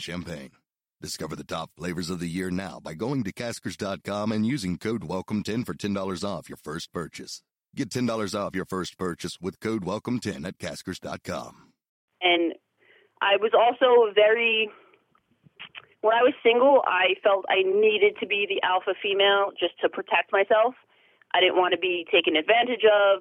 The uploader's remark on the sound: she called in to talk all about it